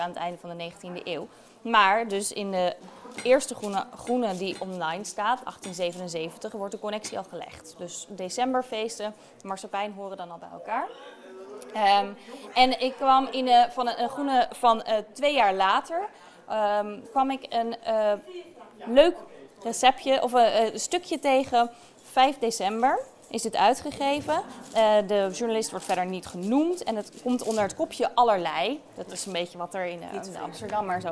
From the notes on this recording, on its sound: live vanaf het Foodie Festival in Amsterdam!